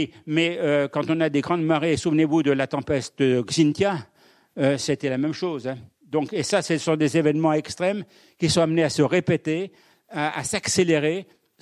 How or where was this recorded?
large echoing room